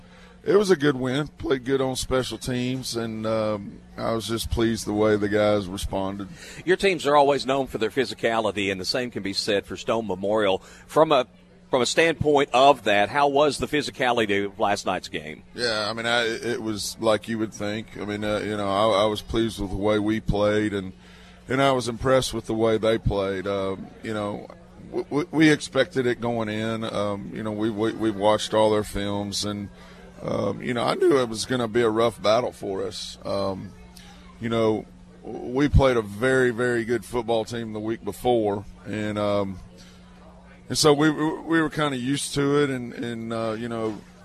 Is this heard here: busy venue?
yes